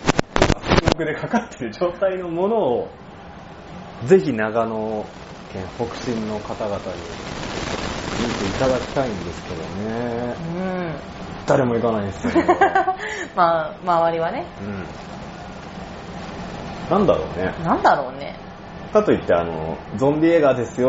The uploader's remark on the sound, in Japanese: それにしても10/16収録分は雑音が酷いです。すみません。